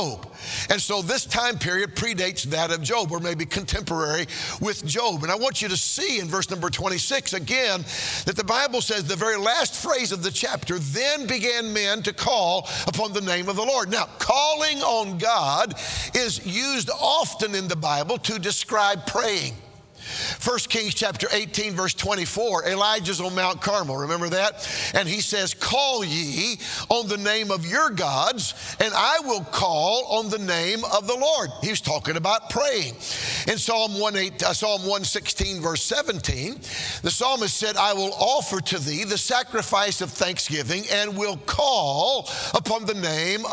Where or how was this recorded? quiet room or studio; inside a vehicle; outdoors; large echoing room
large echoing room